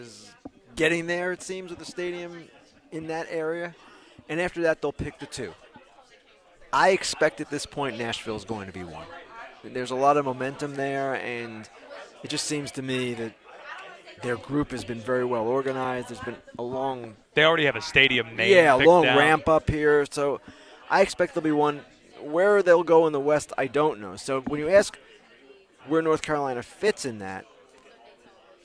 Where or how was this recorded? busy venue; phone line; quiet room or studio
busy venue